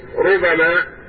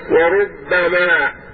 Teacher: رب بالتخفيف ربما، وربما بالتشديد والتثقيل، وهما قراءتان سبعيتان